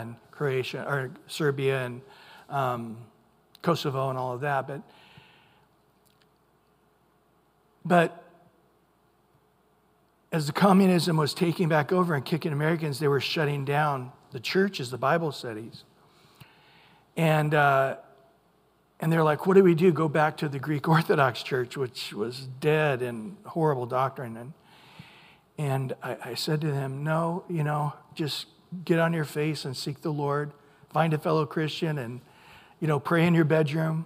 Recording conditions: large echoing room